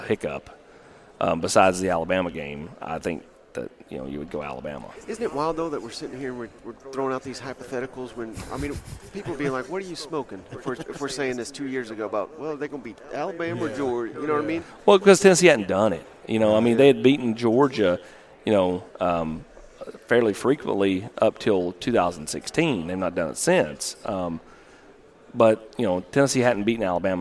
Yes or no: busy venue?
yes